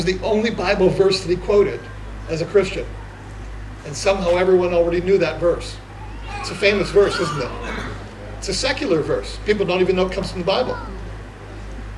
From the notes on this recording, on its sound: Summer Conference 2023 - Session 2.